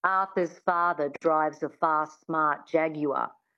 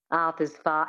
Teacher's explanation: getting that reduction of the mouth and the lips, the sound falling back into the throat, the flatness of the Australian accent as well, that really helped.